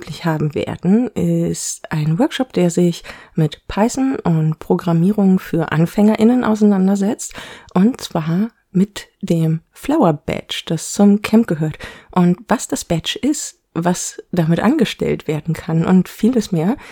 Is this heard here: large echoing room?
no